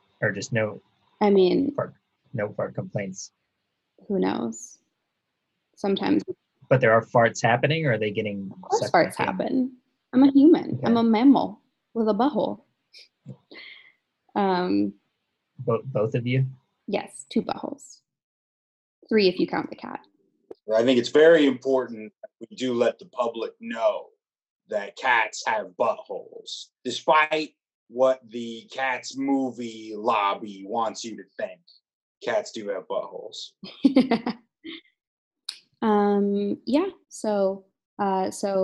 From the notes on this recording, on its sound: Talks to her producers on a Zoom call about some of the dirtier aspects she’s noticed.